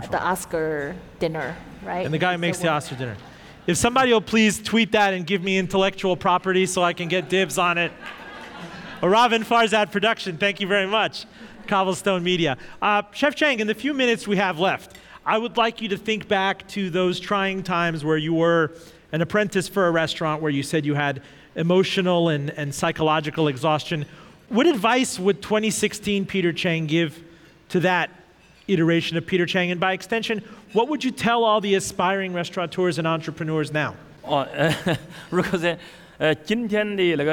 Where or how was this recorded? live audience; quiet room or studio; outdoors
live audience